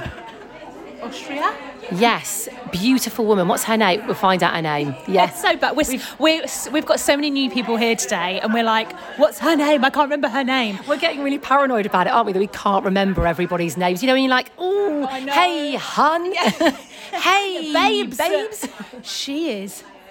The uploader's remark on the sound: we are live from Hair Union in Sheffield